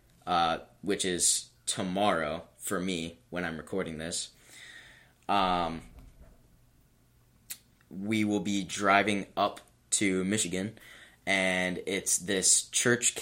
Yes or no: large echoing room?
no